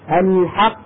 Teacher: فأنا عمليا لما أقف على كلمة الحق أنطق قافين، القاف الأولى ساكنة أصلا وتخرج بالتصادم على القاعدة الأصلية، والقاف الثانية ساكنة عروضا وتخرج بالتباعد بين طرفي عضو النطق · Term: القلقلة